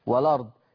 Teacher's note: ينفع النقل لأن الهمزة قبلها اللام ساكنة